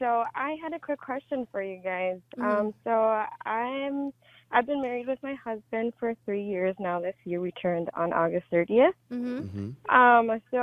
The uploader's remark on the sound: take live callers